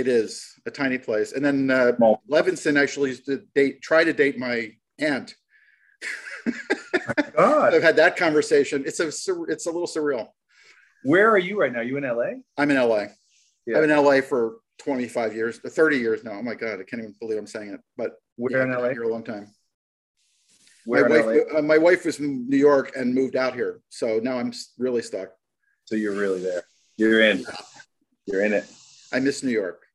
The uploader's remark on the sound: Shot via Zoom